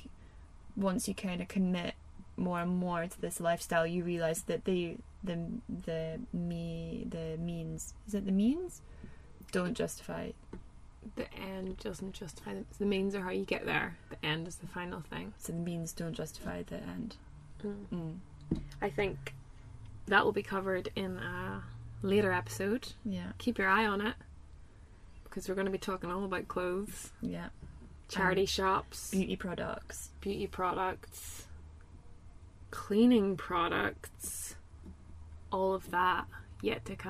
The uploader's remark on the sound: Recorded in a van in Málaga.